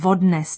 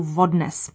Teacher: He drops the L in the past tense of the verb odnést, to carry away, and inserts a V at the beginning, changing odnesl into vodnes. The V at the beginning of the word is used in colloquial Czech to prevent a glottal stop. · Shown in: second take